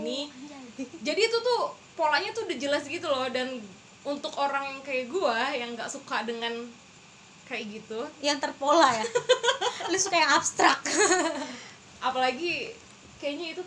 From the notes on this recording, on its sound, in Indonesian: Kalo kalian denger noise itu suara kipas angin ya, kita ga buat podcast ditengah badai kok.